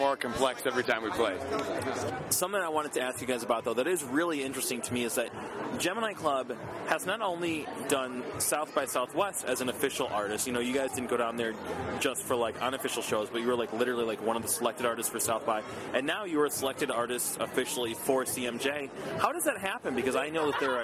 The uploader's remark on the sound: Standing outside of Webster Hall